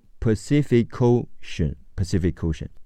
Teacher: Pacific 的科和 ocean 的 o 连起来读